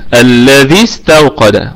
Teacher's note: هتكون عندي الذال هذه مكسورة، يعني هتعامل مع الذال، وهحذف اصلا حرف المد ده خالص نهائي، يعني ساحذف هذه الياء نهائيا كأنها ليست موجودة في الرسم · Term: التقاء الساكنين